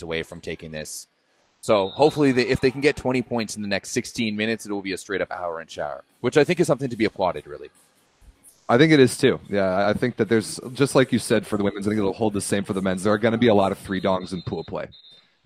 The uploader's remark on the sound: LIVE FROM QUEBEC CITY. Joins us live from the Women's NORCECA Championship in Quebec City.